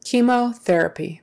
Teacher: That CH is not a ch sound, even though you would think it would normally be a ch sound. It's not. It is a k sound.